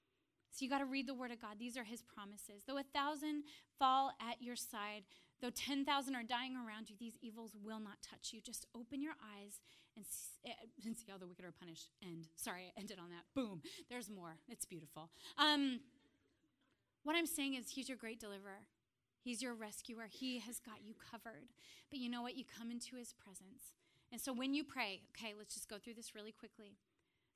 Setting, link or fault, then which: setting, large echoing room